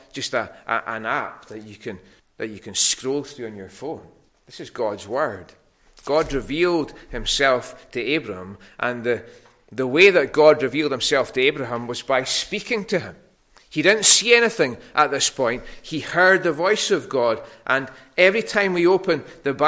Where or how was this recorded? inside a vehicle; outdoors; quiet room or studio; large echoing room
large echoing room